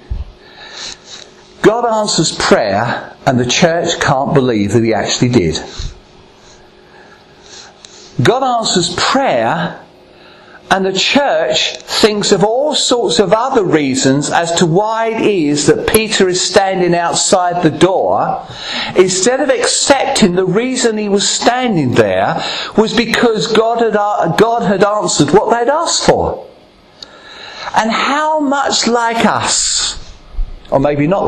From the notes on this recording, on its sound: Recorded at Ashingdon Elim Pentecostal Church.